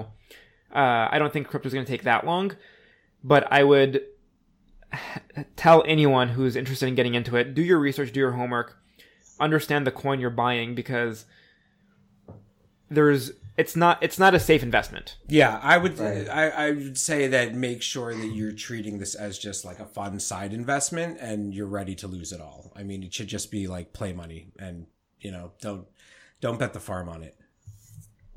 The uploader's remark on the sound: we didn't have headphones so the audio is captured twice.